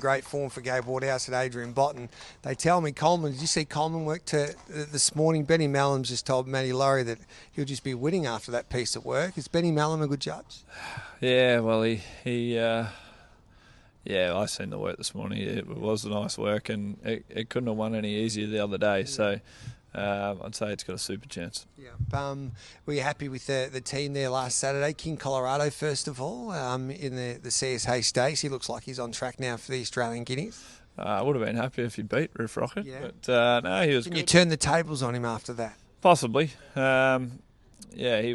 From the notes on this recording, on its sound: live from Caulfield track gallops